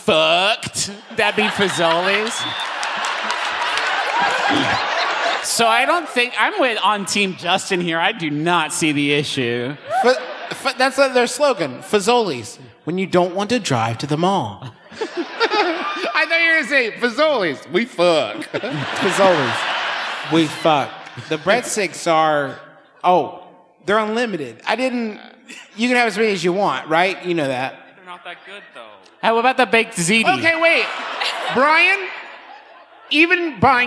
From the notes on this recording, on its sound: here’s a live show we recently did in Cincinnati